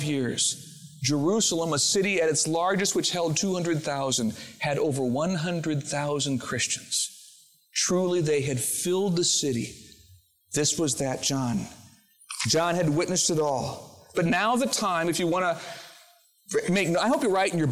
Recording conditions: large echoing room